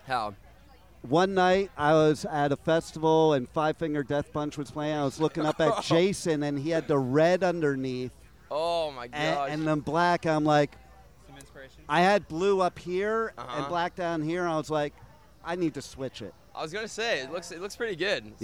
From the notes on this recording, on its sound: live from Riotfest 2022 in Chicago